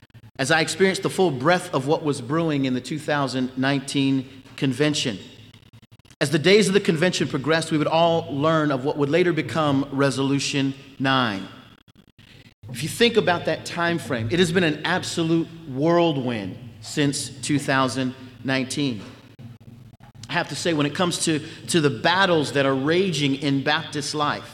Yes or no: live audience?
yes